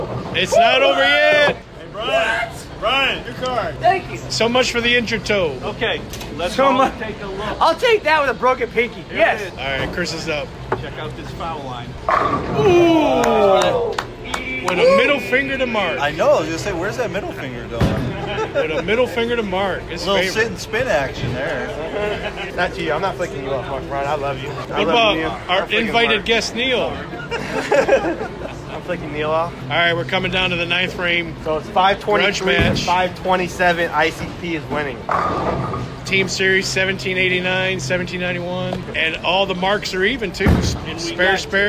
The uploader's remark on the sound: LIVE on location at AMF Lewisville